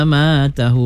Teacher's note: matu jangan lebih pula, satu harkat saja mat asli